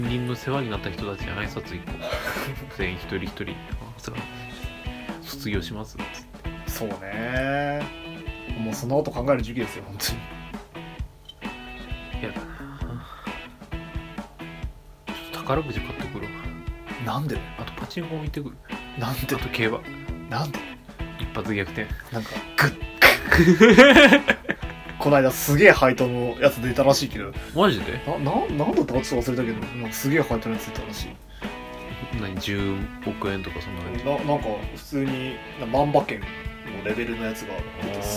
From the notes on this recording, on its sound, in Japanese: 録音機材：iPhone7